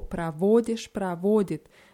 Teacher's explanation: wichtig ist bei diesen ganzen Wörtern die Betonung auf dem O, pravodisch, pravodit.